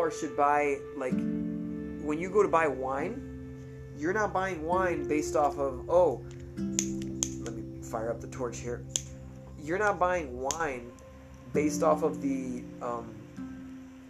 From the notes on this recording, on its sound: It is his phone that I'm using to record it.